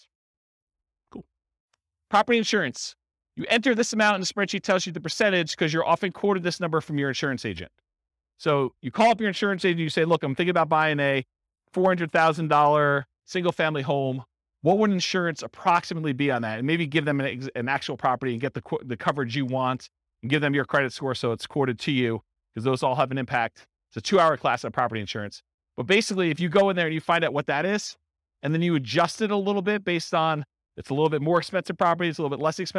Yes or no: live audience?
yes